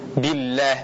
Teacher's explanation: lam yang tipis, tidak ada taqa'ur, jadi lisannya rata, lidah rata, dan tidak ada penyempitan di bagian pangkal lidah dan langit-langit atas, tidak ada penyempitan di sana. · Term: lam tipis